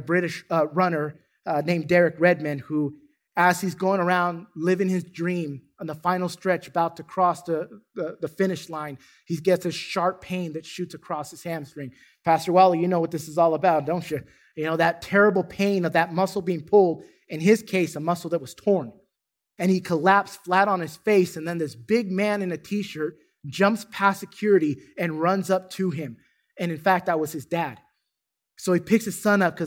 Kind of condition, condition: setting, large echoing room